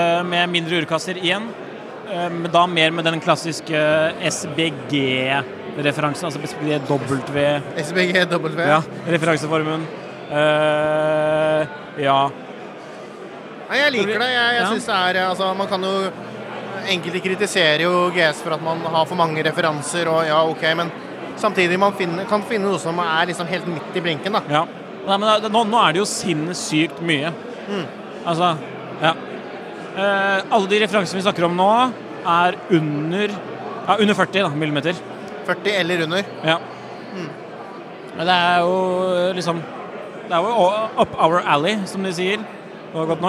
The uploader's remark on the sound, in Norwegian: Live fra Oslo Scene. Klokkelandslaget sjekker inn live fra en fullbooket Seiko-kveld i Oslo. Hva har de over 150 gjestene på armen?